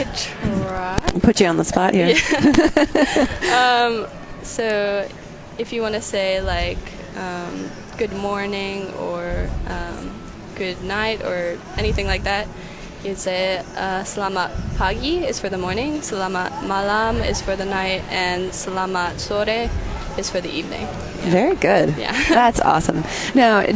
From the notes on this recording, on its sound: Live at LCMSYG. Live from the LCMS Youth Gathering.